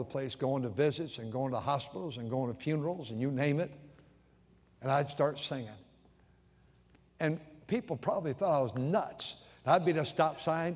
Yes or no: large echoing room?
yes